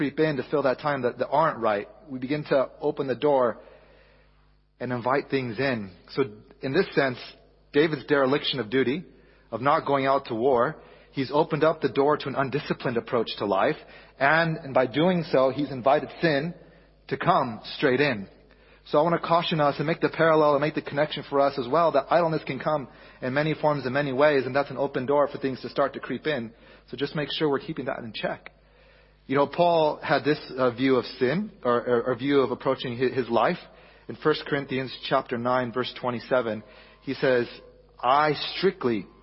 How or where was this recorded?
large echoing room